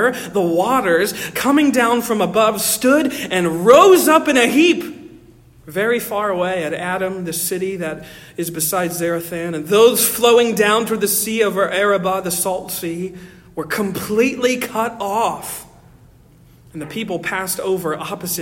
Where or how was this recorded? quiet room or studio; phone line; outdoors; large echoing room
large echoing room